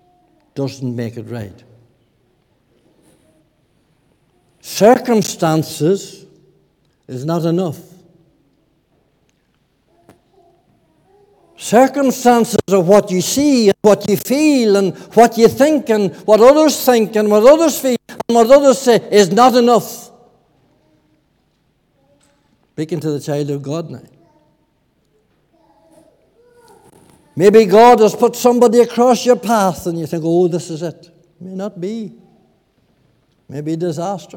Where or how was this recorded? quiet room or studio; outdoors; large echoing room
large echoing room